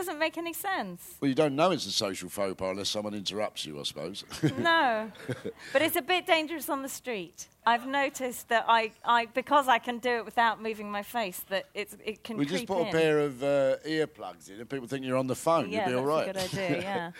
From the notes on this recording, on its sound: Recorded on Wednesday 8th August 2012 at the BBC Edinburgh Festival.